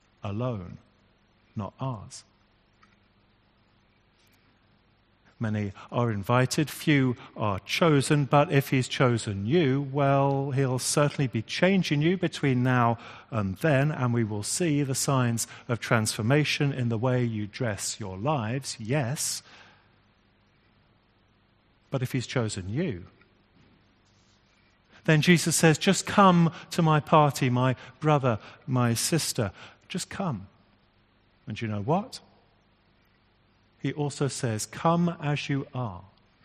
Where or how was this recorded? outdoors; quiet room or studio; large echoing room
large echoing room